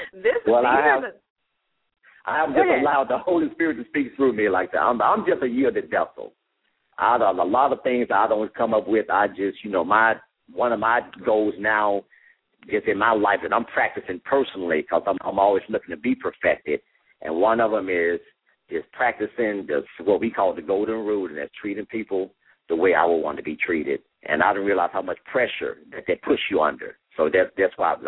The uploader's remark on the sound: LML uses a progressive live call in format.